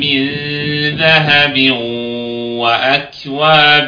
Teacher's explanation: في الآيات الكريمات مثلا من ذهب وأكواب، أنا ما سمعتش غنى، أنا سمعت إدغام في الواو دون أن أسمع صوتا للغنى